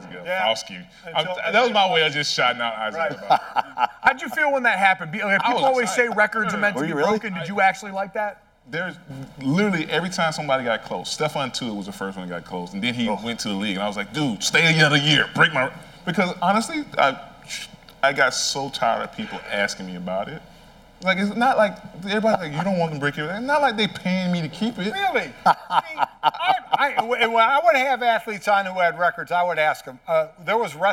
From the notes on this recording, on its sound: Bonus Episode: God Bless Football Live from NYC presented by Verizon. Broadcast live from Pier 17 in New York City for a bonus edition of God Bless Football.